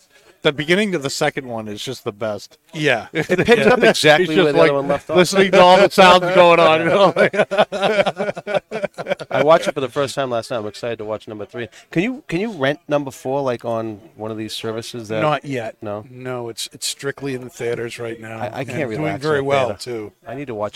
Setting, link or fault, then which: setting, busy venue